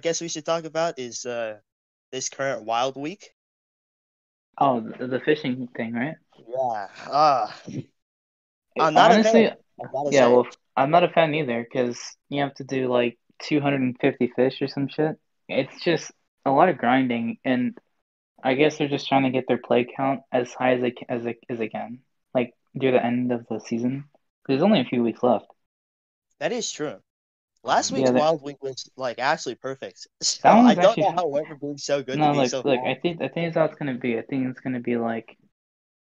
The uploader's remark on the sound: Sorry about the audio quality. My editing software just would not cooperate.